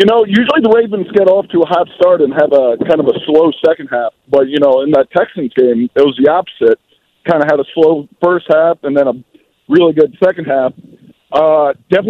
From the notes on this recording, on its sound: we take some calls